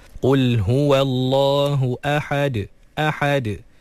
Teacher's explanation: Jadi jangan sampai huruf yang berbaris fathah sebelum huruf yang dimatikan ketika waqaf tu melahirkan huruf alif ataupun ya ataupun waw. Jadi ahad, kena pastikan lepas ha fathah terus matikan dalam huruf dal yang telah disukunkan kerana waqaf